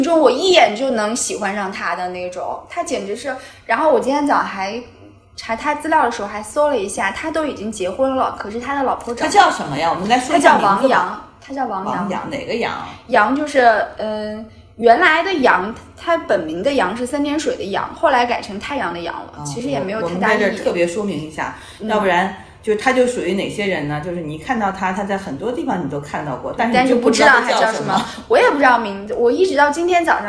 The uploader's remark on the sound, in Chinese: 第一次录音，怎一个糙字了得